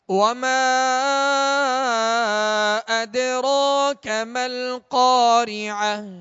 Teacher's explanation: تو حرف مد سے یہ حمزہ دوسرے کلمہ میں ہے، جدا ہے، لہذا یہاں مد منفصل ہوگا. اور دال پر سکون ہے، جزم ہے، لہذا دال پر قلقلہ کریں گے. وما أدراك ما القارعة قاف کو پور پڑھیں گے اور ایک الف کی مقدار میں کھینچیں گے کہ قاف کے بعد الف مدہ ہے اور الف مدہ کو ایک الف کی مقدار میں کھینچیں گے.